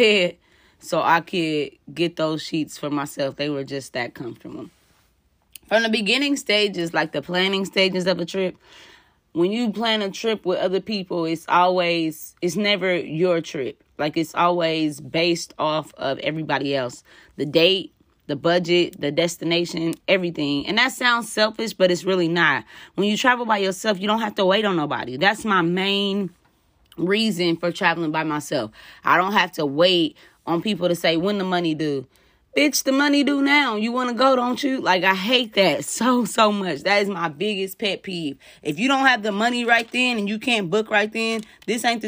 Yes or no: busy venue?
no